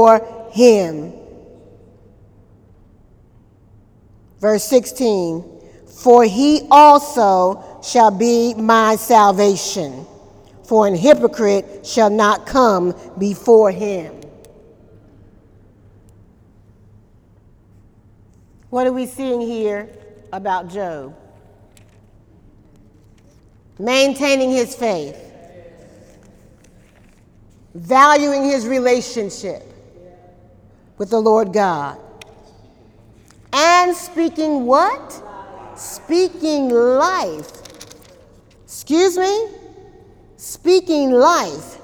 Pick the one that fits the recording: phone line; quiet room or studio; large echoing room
large echoing room